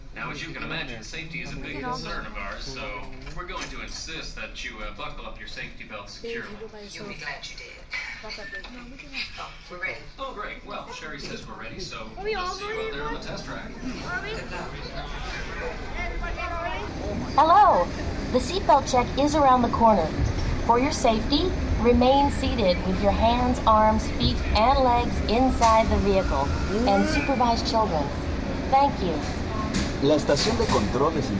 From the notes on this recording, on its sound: Disney's Epcot- Test Track. Listen to a ride through of Test Track as a bonus audio feature.